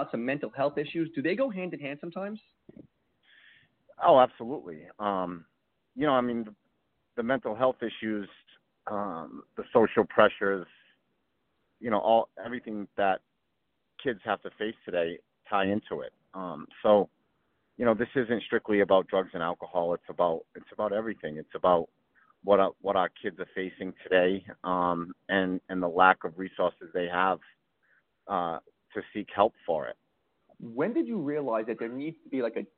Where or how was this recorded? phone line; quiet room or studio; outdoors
phone line